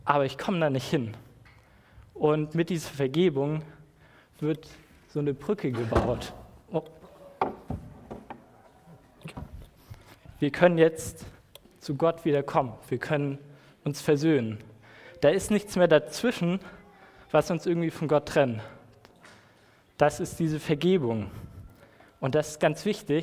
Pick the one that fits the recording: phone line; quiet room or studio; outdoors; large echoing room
large echoing room